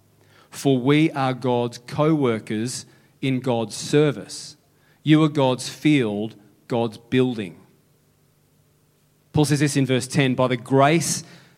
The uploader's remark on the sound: Sunday July 23 Echo Church Melbourne